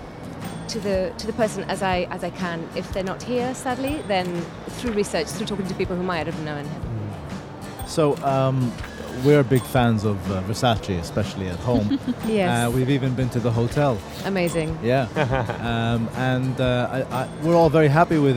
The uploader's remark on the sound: Live From SIBF 2023.